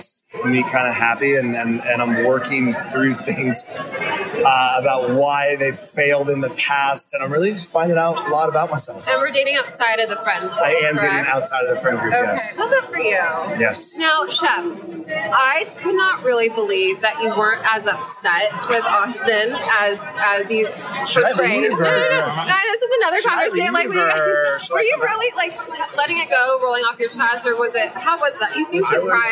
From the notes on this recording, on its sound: sound bites from the BravoCon red carpet